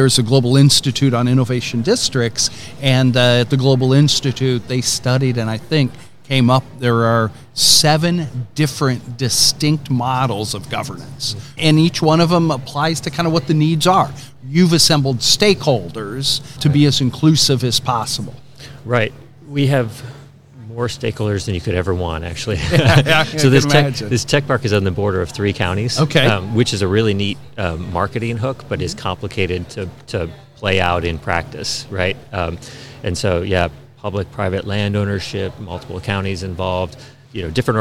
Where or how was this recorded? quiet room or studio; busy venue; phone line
busy venue